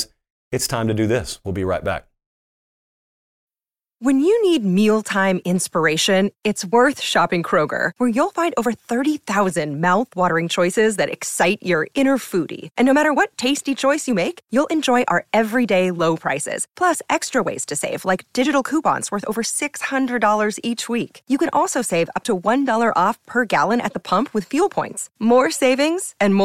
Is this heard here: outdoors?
no